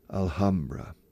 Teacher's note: para decir la Alhambra de Granada, recomiendo aspirar la H